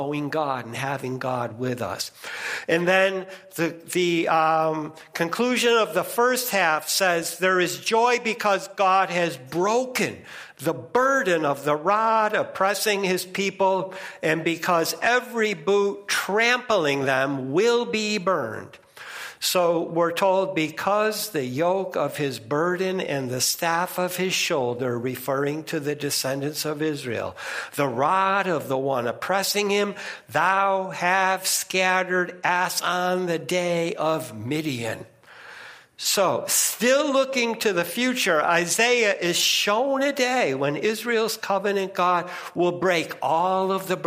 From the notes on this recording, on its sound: First Congregational Church of Clinton, MA -- Sermon -- November 20, 2022